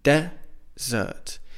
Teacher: the stress is on the first syllable, desert